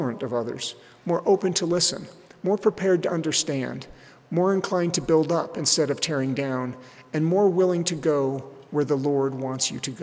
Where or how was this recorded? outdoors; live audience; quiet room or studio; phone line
live audience